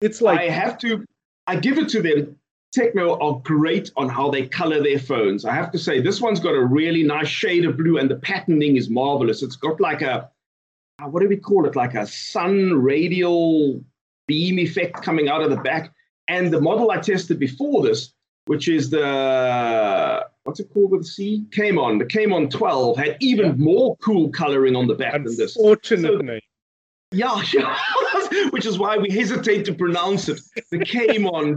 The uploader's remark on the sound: Recorded via Skype